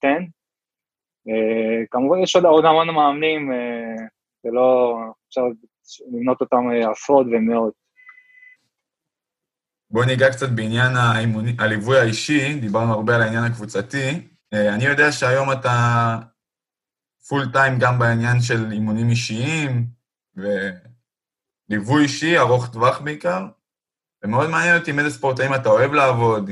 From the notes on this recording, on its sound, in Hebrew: הפרק הוקלט בזום בעקבות אתגרי הקורונה